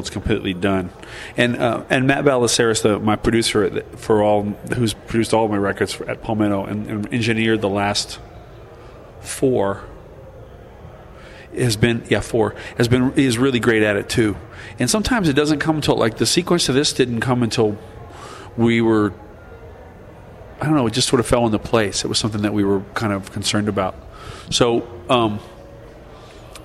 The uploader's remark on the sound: between his sets at the 2007 Rochester International Jazz Festival